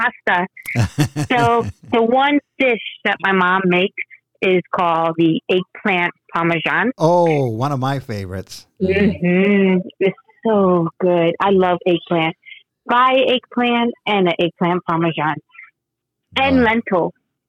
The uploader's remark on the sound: make a surprise phone call